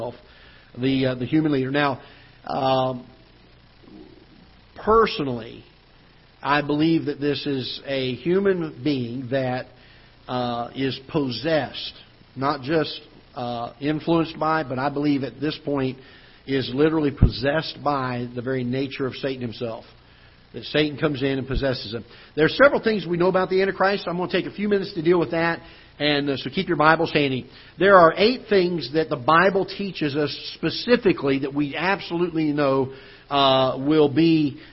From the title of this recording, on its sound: Ketha Heights Baptist Church ~ Live Broadcast